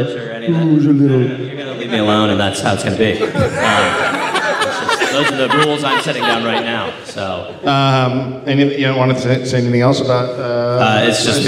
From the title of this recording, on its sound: Live from Reykjavik